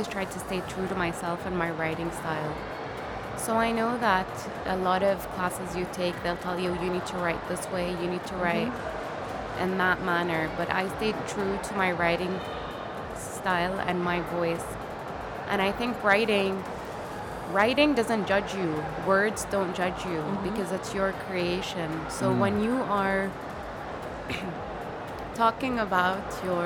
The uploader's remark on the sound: Live interview from SIBF 2022.